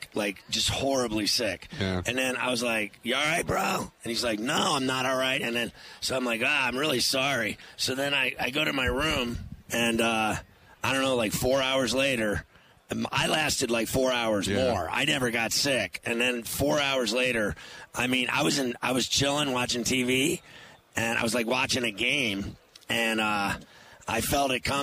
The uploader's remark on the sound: Live From Radio Row At Super Bowl 57